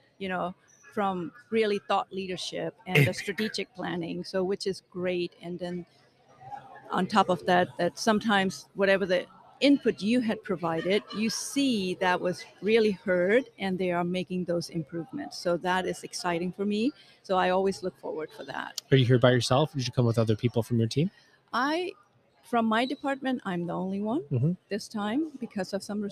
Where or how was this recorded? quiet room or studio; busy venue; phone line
busy venue